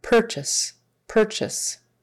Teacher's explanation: It's kind of a throwaway vowel because it's an unstressed syllable, right? We're stressing the per, purchase, purchase.